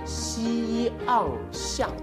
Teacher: 我们要读成西昂像，那么字头呢就是西，字腹呢就是一，字尾则是昂 · Term: 咬字头